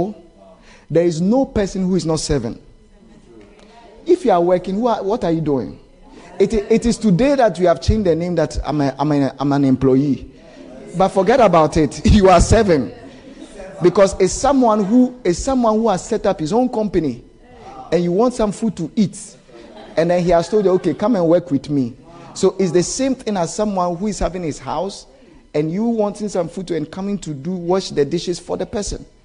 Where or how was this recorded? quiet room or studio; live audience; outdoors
live audience